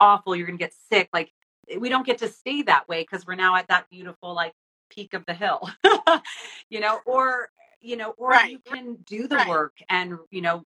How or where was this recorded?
video call